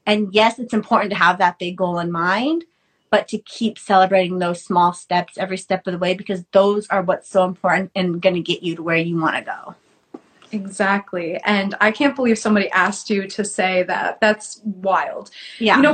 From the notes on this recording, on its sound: on Instagram live